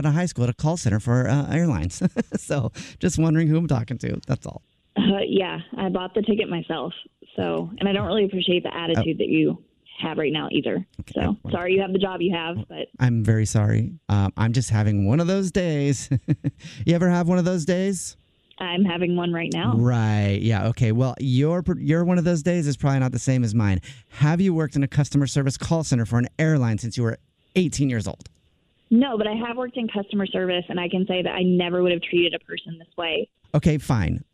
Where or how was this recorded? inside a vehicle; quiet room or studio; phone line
phone line